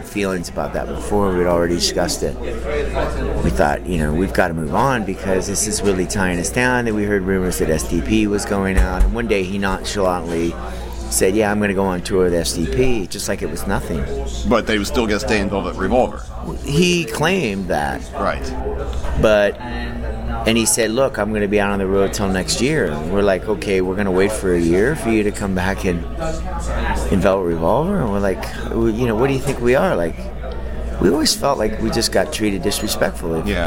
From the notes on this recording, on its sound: During the recent summer NAMM show, MusicRadar sat down. In the crowded bar of his hotel.